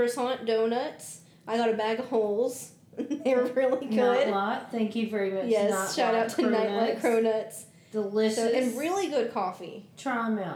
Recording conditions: echo